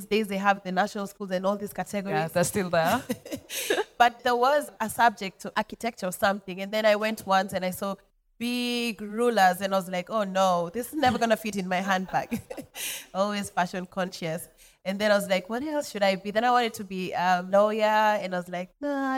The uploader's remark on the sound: Here is the first conversation recorded at VIP ACCESS Podcast's first live recording and pop-up event (Dec 3 2023).